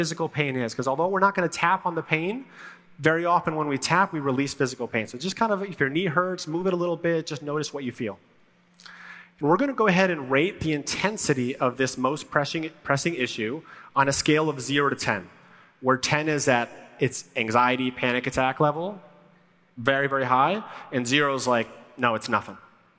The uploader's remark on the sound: Live at the Rise Conference in Dallas, TX. A live talk I did to over 5,000 women at the Rise Conference in Dallas, TX this year.